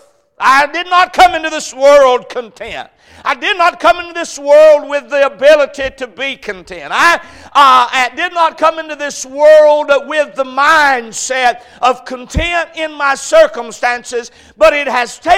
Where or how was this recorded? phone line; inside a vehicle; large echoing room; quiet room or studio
large echoing room